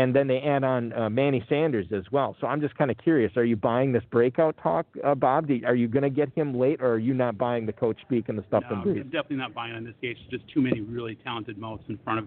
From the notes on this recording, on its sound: Live at the 2020 Kentucky Fantasy Football State Championship (KFFSC). Broadcasting from just outside Louisville in the Kentucky Fantasy Football State Championship.